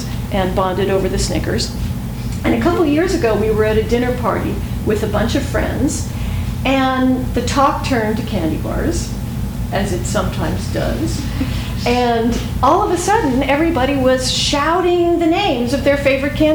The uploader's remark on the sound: THIS EVENT WAS RECORDED LIVE AT SKYLIGHT BOOKS ON JUNE 18, 2013.